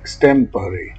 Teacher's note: Say extempore with bit vowel, stressed bit vowel, follow with the first vowel of about, and finish with bit vowel. Stress pattern, dida didi.